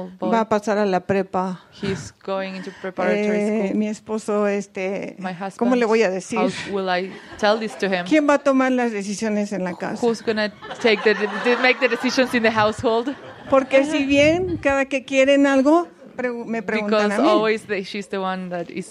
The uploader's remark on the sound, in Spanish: Esta es una grabación de la segunda sesión del retiro La luz en ti con traducción al español. Recorded January 17, 2020 from the Living Miracles Mexico Center in Chapala, Mexico.